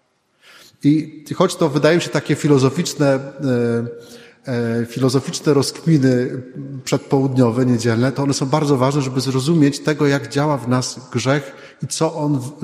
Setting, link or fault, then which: setting, large echoing room